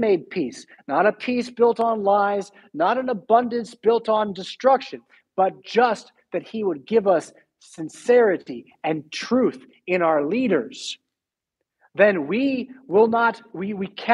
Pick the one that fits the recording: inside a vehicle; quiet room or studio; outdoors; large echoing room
large echoing room